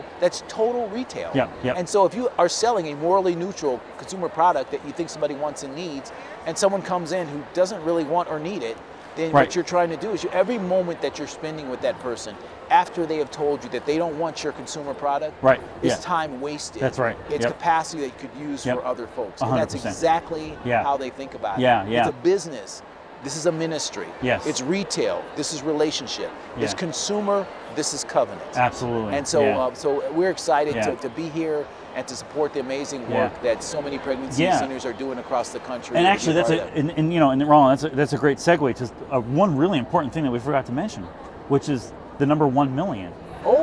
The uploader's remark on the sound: Recorded from Care Net's National Conference in Mobile, Alabama. The 2023 National Conference had 1,600 attendees, an all-time record.